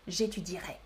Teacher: Étudierai, on écrit le E mais on ne le prononce pas du tout.